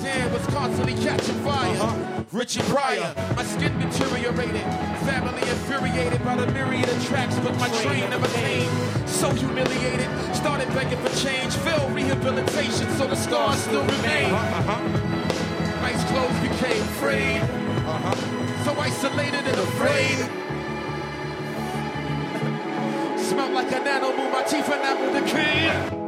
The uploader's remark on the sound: This show was recorded at The Bell House in Brooklyn, New York.